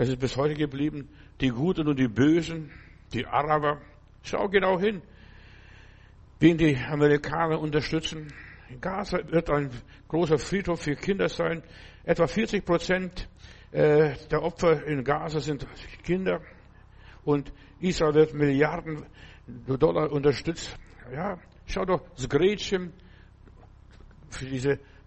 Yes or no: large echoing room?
yes